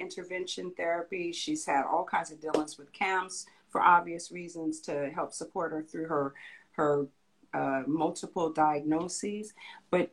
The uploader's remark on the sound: originally from an Instagram Live on Sing Create Play